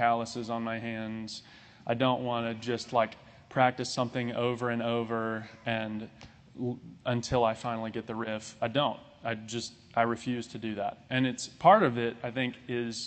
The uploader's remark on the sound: This sermon was recorded on July 3, 2022.